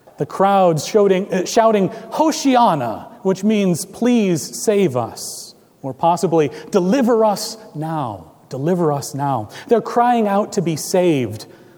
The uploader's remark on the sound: Recorded April 9, 2017 at Trinity Presbyterian Church, Bixby, Okla.